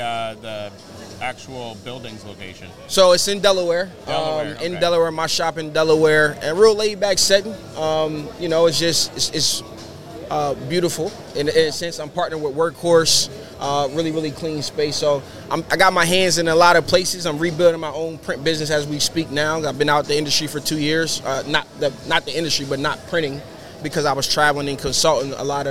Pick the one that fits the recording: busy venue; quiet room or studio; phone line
busy venue